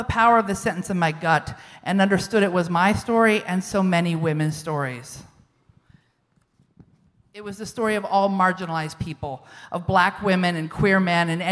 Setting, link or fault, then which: setting, live audience